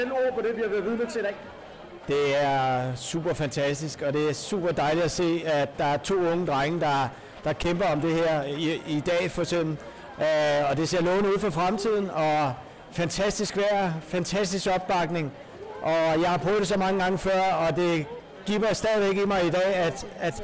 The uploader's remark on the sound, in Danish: Historisk dag i Dyrehaven - Live reportage fra Eremitageløbet.